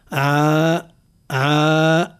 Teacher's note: حرف العين يجب أن نرقق صوته ترقيقا ناشئا عن صفة الاستفال من غير مبالغة. عا لا نقول عا ولا نقول عا تأثرا بالطاء بحرف الطاء الذي قبله.